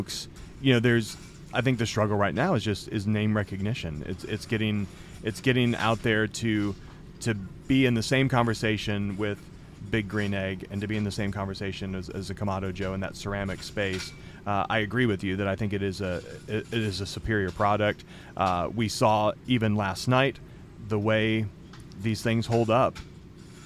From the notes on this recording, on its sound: We took the podcast on the road this week - we are LIVE from the Second Annual Primo BBQ Bash in Poplar Bluff Missouri.